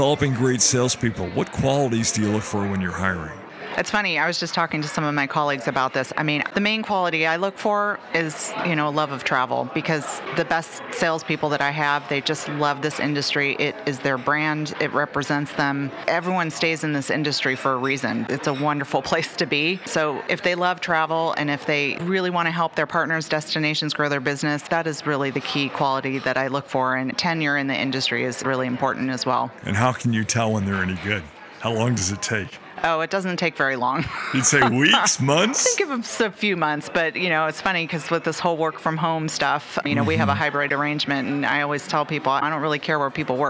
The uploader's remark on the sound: Live From Travel Week